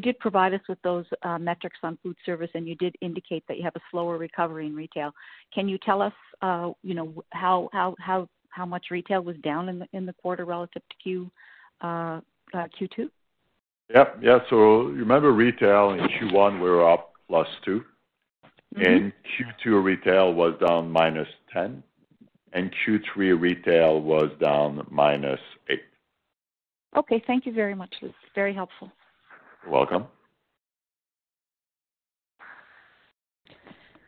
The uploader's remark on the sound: Third quarter 2020 earnings call for George Weston Limited.